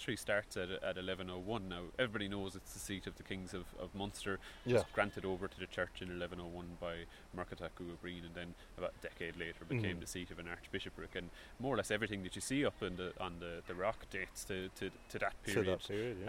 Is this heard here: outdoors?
yes